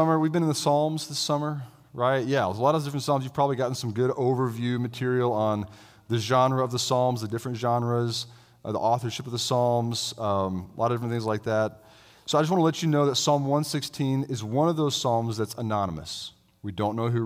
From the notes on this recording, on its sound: I delivered this sermon as a guest preacher at Christ the King Presbyterian Church in Roanoke, VA.